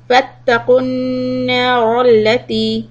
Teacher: Fattaqun, you hear the humming sound, stop for two harakat. · Term: simple ghunna